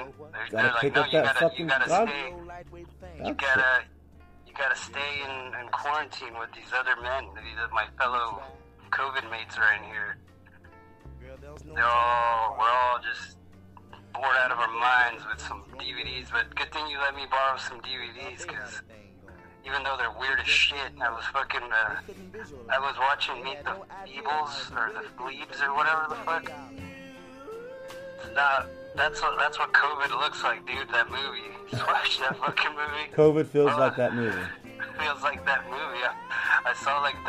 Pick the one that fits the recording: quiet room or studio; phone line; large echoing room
phone line